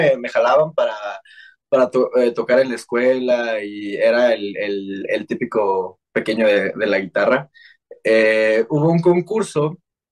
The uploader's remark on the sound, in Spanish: Charlamos via zoom